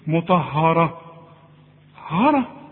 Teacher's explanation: الراء مفخمه والطاء كمان مفخمه، ها. لكن اله هي المرققه، شوف، مطهره، ها.